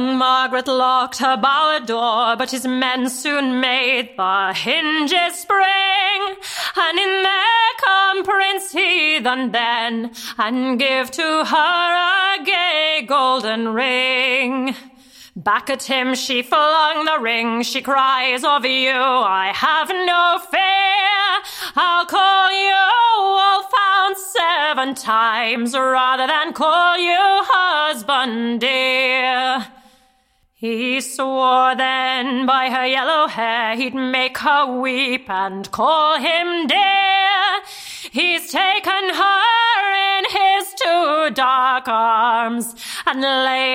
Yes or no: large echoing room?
yes